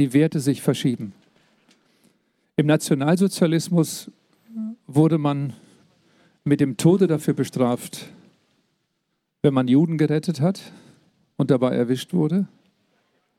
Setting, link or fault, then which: setting, live audience